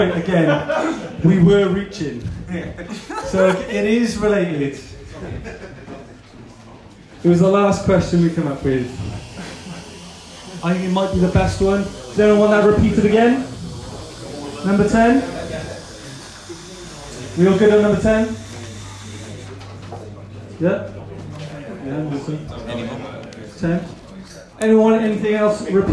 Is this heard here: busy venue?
yes